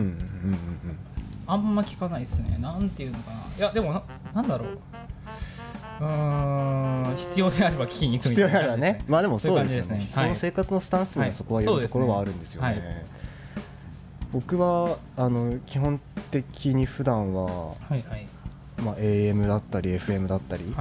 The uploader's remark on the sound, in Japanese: 公開収録前編。ラジオのグループ展「アナログ」にて行われた公開収録の模様です。